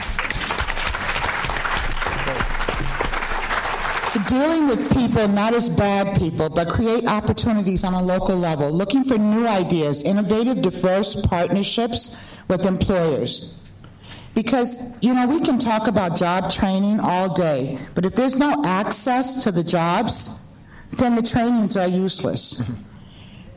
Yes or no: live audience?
yes